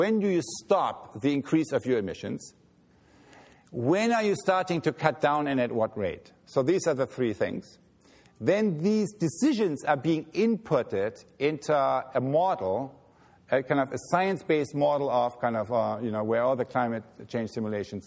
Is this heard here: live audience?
yes